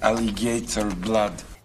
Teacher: Russian-speaking English will sometimes stick a little y sound in.